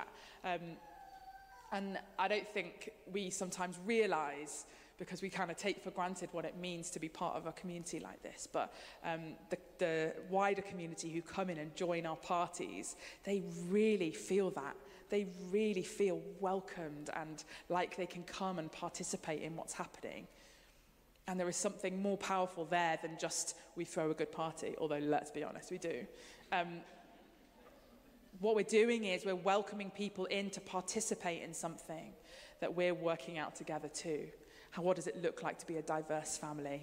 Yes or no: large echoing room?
yes